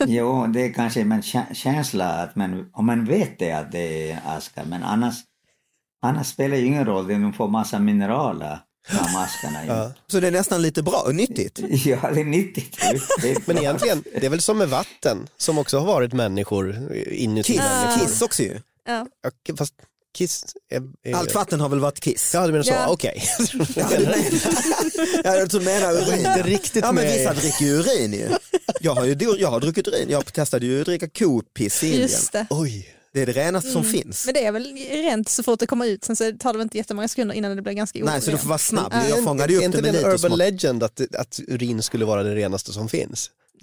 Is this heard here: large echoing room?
no